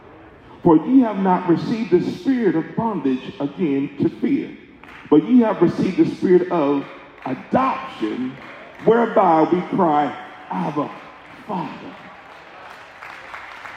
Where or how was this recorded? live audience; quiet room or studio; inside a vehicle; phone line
live audience